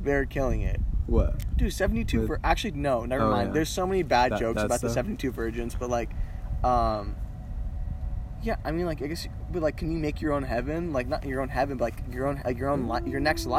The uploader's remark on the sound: we sit in a parking